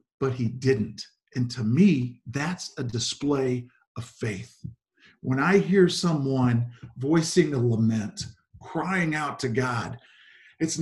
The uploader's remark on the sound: Zoom Sunday 11/29/20 (Audio)